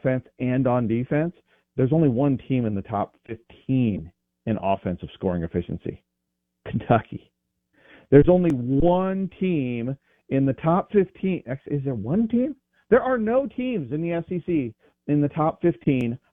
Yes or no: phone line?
yes